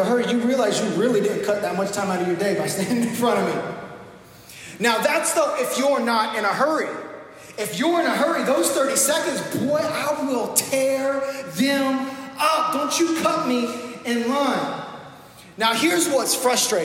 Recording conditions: live audience